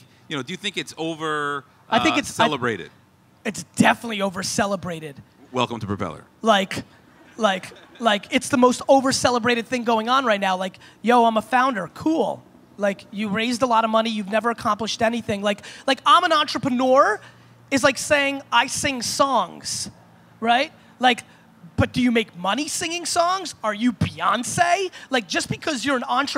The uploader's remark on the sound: An All-Time Keynote at Propellor Fest 2016.